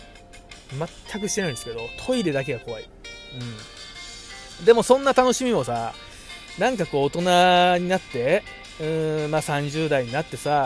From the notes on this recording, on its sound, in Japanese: 今日の収録も琵琶湖からお届けしております